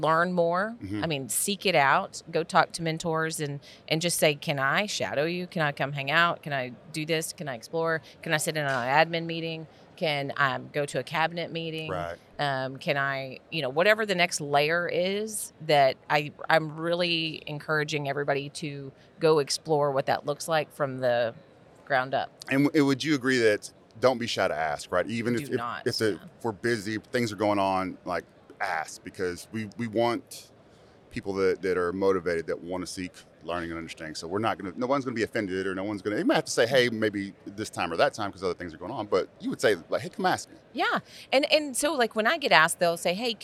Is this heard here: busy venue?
yes